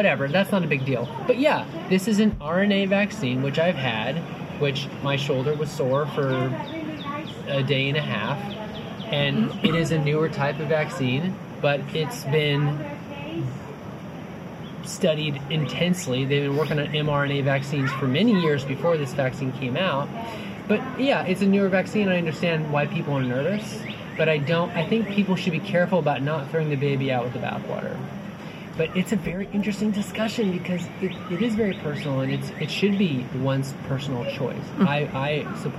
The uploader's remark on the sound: Spontaneously recorded at Carlsmith Beach Park on the Big Island of Hawaii in 2021. Yes, there was some background sound, but I did my best to improve the audio.